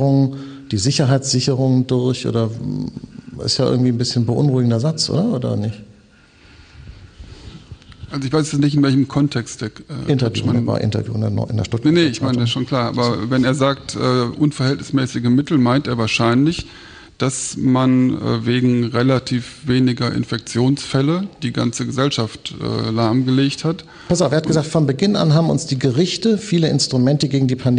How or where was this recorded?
live audience